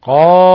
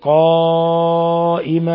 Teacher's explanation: هذا إبدال التنوين ألفا، هذا يسمى مد عوض، ونقف عليه بحركتين. · Shown in: first take